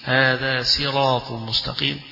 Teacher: يقرأها قنبل بخلفه ورويس بالسين